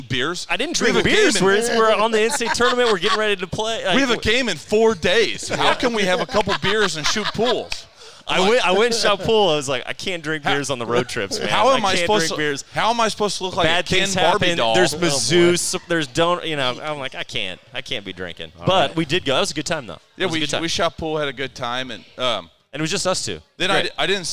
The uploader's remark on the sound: We're live at J Rieger & Co. It's the unveiling of J Rieger's new Six Columns Straight Bourbon Whiskey collaboration.